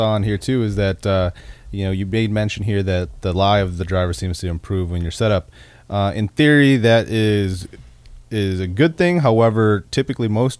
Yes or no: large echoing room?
no